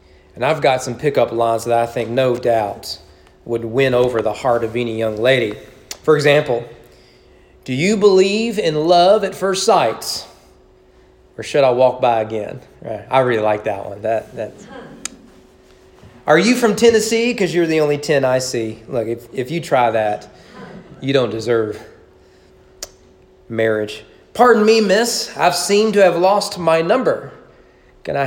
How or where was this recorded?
large echoing room